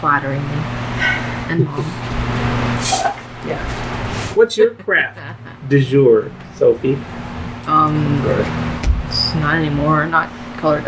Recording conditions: sounds in the background